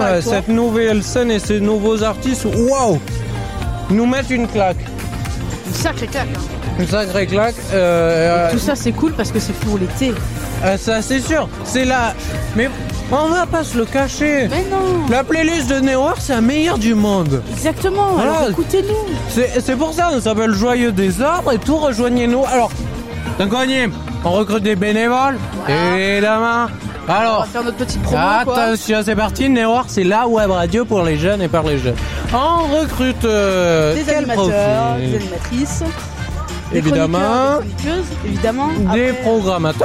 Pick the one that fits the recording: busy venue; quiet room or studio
busy venue